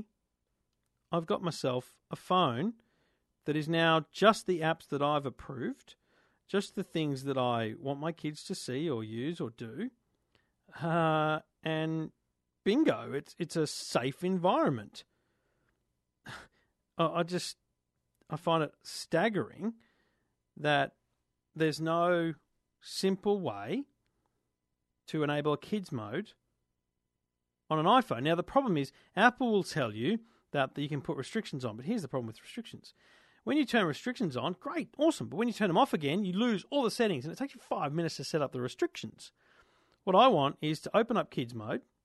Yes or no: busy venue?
no